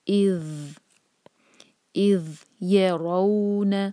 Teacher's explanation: ہماری زبان اوپر والے دانت پر لگے گی اور ہماری زبان کی جو ٹپ ہے تھوڑی سی باہر ہوگی